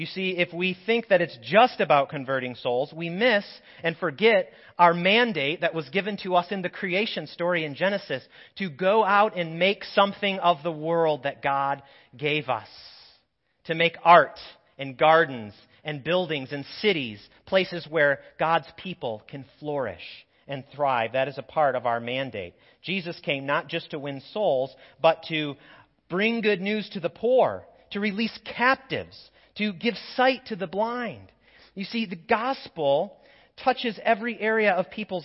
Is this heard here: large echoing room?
yes